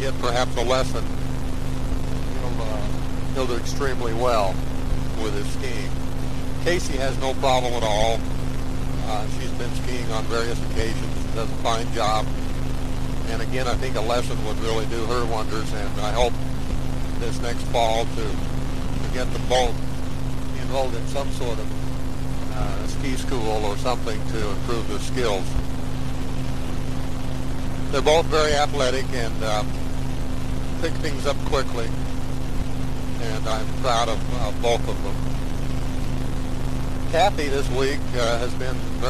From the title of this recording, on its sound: Driving Home from work